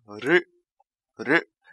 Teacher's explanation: 舌尖抵住上齿龈，然后呢，气流冲出，使舌尖弹动成音。呃，呃，舌头要弹一下，我们汉语在发“了”的时候，它是没有弹的，是不是？韩语在发这个音的时候，不完全相像，要弹一下。呃，呃，但是呢，又不能有儿化音，不能卷舌，他舌头